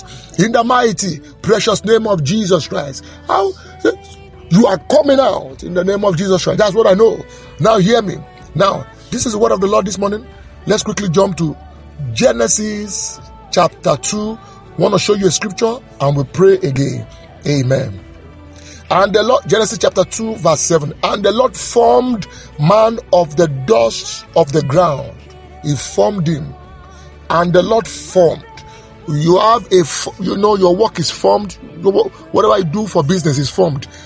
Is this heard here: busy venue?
no